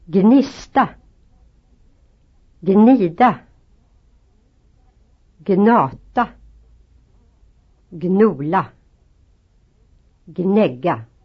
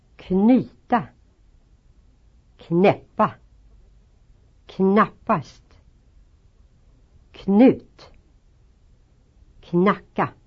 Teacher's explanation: If gn stands at the beginning of a word, both sounds are pronounced